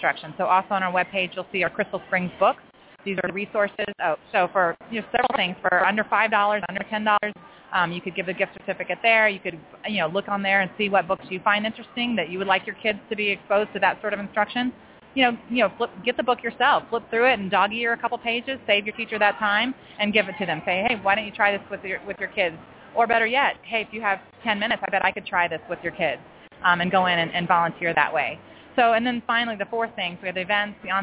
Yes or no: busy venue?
yes